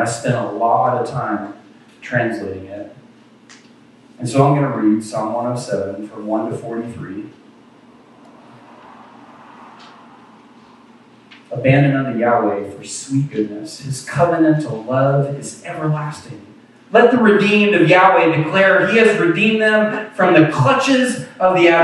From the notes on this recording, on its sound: Apologies for the poor audio quality of this recording. We had lots of issues with technology today. Thankfully, our video camera has an internal mic and captured the ambient audio. You'll hear all the coughs, sneezes, and even some drive-by traffic...